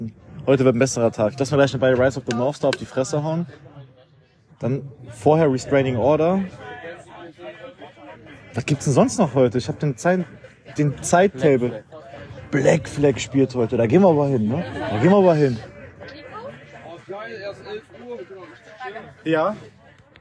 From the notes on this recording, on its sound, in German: Live vom Jera On-Air Festival. Am letzten Tag des Jera On-Air Festival geben wir euch ein kleines, mit dem Handy produziertes Update.